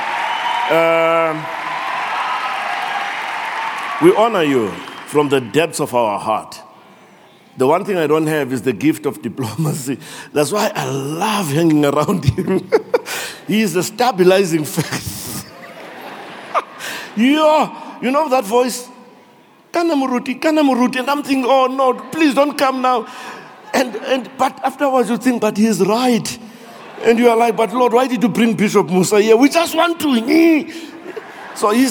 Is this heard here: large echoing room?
yes